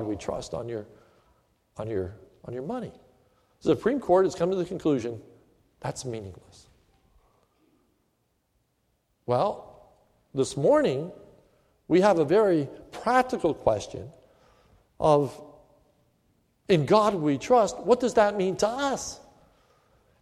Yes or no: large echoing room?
yes